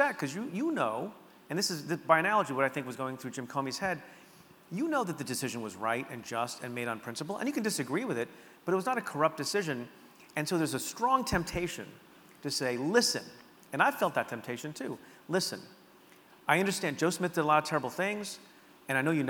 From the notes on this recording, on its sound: In this talk he muses to a Seattle audience. It took place at the Neptune theater March 27th.